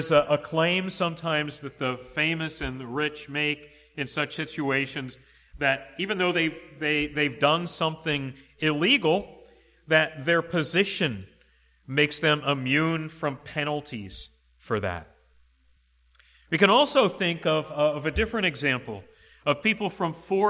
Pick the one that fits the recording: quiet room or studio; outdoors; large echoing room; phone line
large echoing room